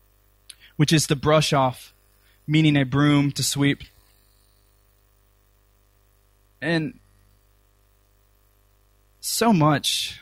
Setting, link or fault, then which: setting, large echoing room